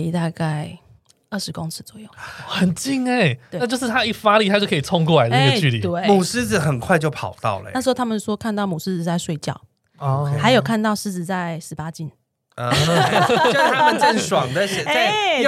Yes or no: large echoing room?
no